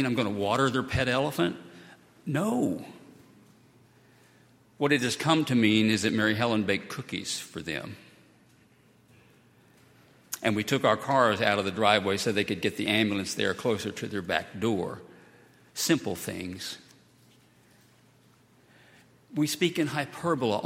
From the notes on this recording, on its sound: at Highland Baptist Church